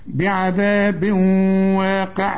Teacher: التنوين اللي بعد واو، الواو من حروف الادغام، عاوزين غنة. بعذاب واقع لازم تغن، والقاف اخر درجات التفخيم، واقع والعين دائما مرقق.